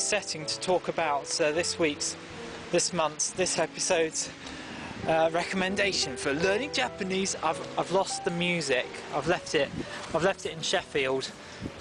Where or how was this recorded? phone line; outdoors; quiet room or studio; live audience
outdoors